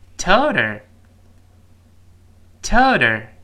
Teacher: 个声音，那么在上一个单词末尾又是辅音结束，而且呢，这个 h 开头的单词本身又是弱读的单词，像本文中这个 her her her 就是一带而过。那么第一个单词末尾的辅音就会把第二个单词开头的 h 打穿，就是 h 不再发音。那么第一个单词末尾的辅音跟 h 后面的元音拼到一块儿 · 第一个单词末尾的辅音就会把第二个单词开头的 h 打穿，就是 h 不再发音。那么第一个单词末尾的辅音跟 h 后面的元音拼在一块儿，told her 放在一块儿，读快了之后是跟老师读一遍 Toter. Toter.你看 Toter, Toter 把那 H 打穿了。啊，那么在这说，I toter to spend it